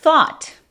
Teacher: ese A es como entre O y A en español